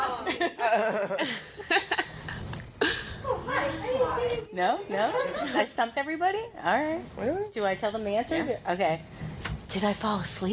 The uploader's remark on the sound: LIVE Podcast